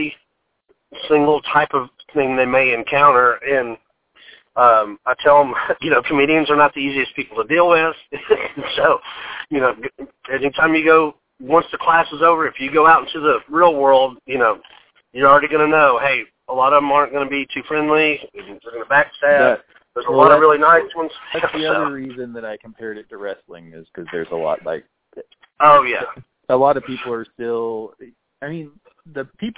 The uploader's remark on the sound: joins the podcast via telephone